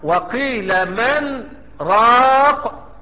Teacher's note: نطقت النون وسكت سكت بدون تنفس مقدارها نطق الحرف مرتين، دي اللي بيسموها حركتين. · Term: السكتة اللطيفة